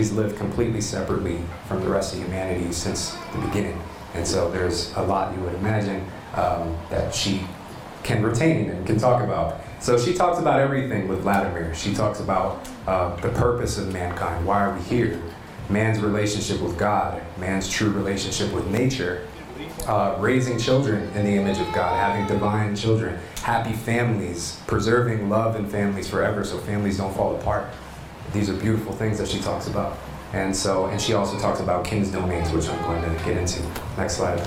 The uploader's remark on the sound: delivered an inspiring presentation at the Music and Sky: Soul Family Gathering event